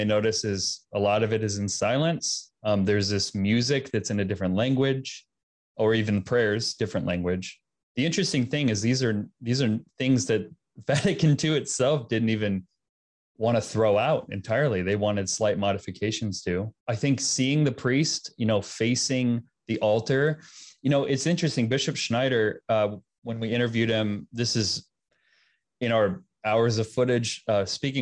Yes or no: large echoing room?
no